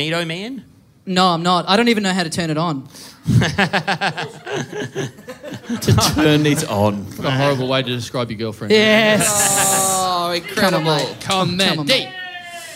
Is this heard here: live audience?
yes